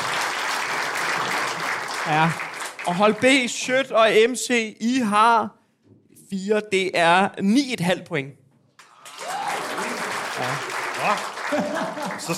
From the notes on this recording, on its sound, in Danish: Afsnittet er optaget live på Comedy Zoo